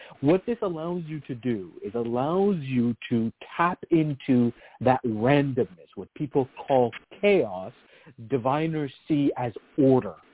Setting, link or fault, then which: link, phone line